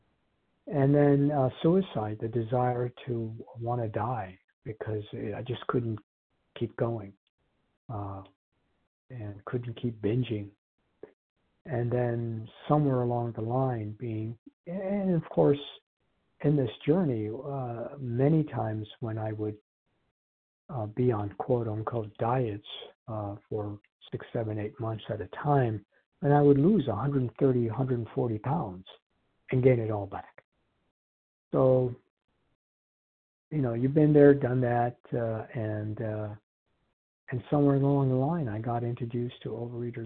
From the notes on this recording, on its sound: Qualification from the 100 Pounders Phone Meeting.